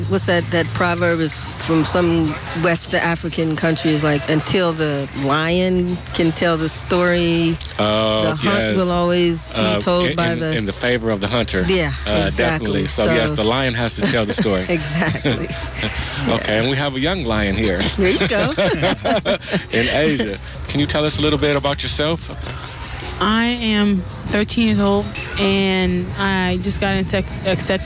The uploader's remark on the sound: interviews from the Malcolm X JazzArts Festival held in San Antonio Park in Oakland